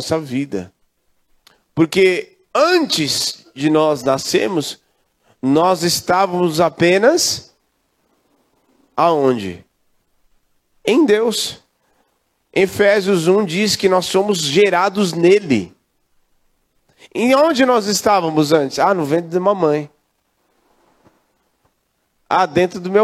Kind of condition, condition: setting, large echoing room